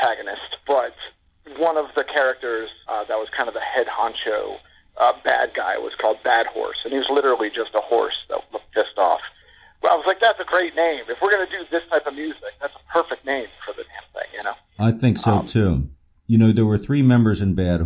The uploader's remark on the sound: The show's first ever phone interview.